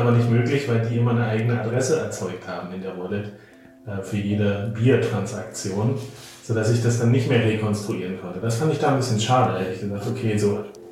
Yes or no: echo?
yes